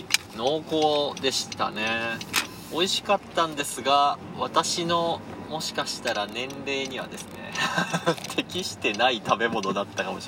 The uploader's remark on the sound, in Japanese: クルマの振動がめっちゃ伝わってて聞きづらい部分が多々あります。なるべくカットしたのですが限界でした。ノイズ混じりですみません。